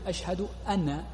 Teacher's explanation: فيجعل فتحة على النون، وهذا لا يصح، بل هي ساكنة مدغمة · Term: بتحريك النون